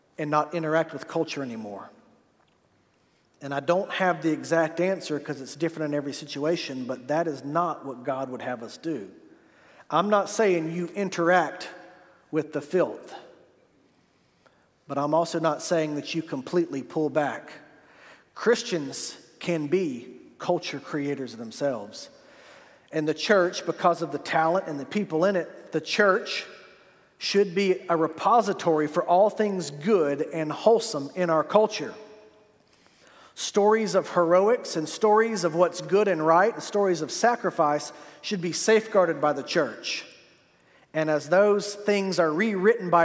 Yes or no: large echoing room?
yes